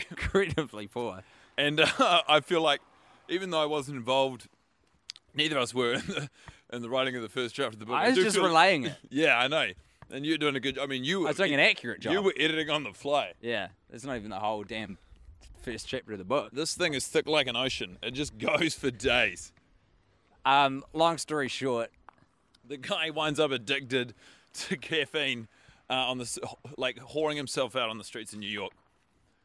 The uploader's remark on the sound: Grabbed the microphone and roamed the streets of suburban New Zealand. Their trip includes fireworks blowing up in the background and a quick shop at the supermarket. Two men with headphones on talking into beanie.